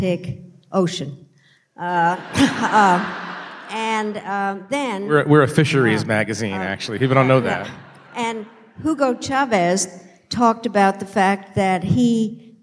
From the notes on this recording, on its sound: In a conversation on stage at Sixth & I